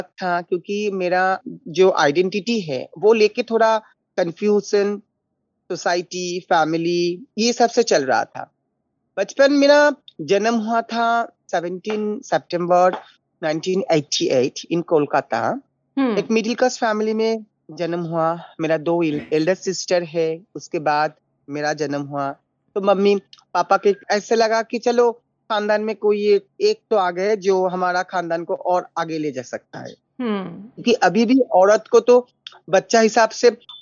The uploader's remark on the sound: This conversation was recorded over Zoom.